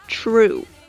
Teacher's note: 而实际上我们这里边应该能够听出来有一个 R 音在里边，true，你的舌头是会打卷的